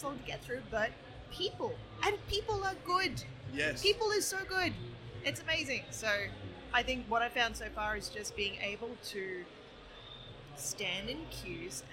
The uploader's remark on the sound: The P2 crew invaded PAX Australian en masse and in the process took over the Audio Technica Booth.